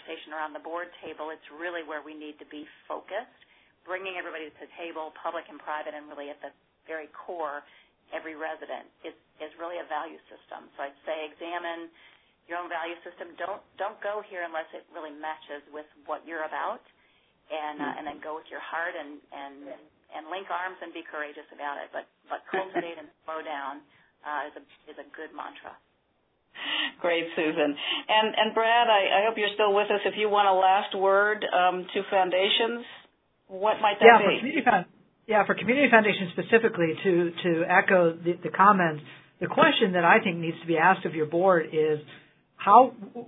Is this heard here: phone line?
yes